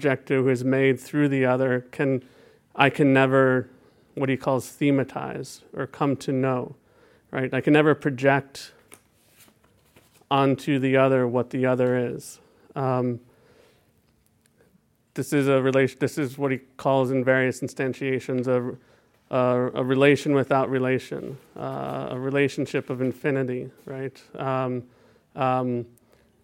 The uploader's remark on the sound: is a recording of a Theoretical Happy Hour held on the 6th of June 2018 in Ethnographic Exploratory at the University of Copenhagen